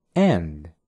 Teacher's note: la palabra and, en vez de decirla con un sonido A al inicio, la digas con un ligero sonido E